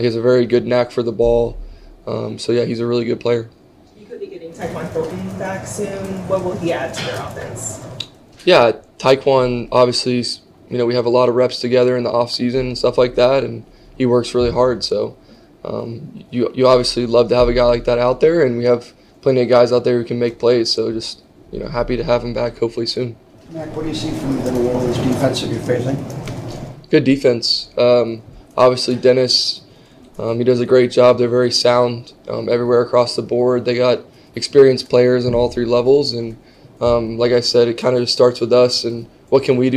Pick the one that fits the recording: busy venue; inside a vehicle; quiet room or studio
busy venue